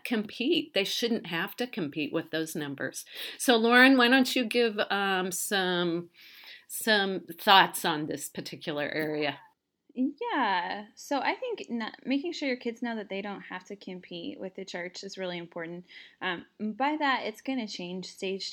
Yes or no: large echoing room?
no